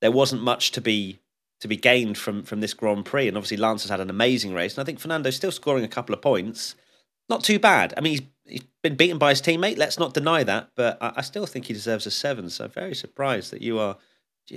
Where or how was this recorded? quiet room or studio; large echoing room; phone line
quiet room or studio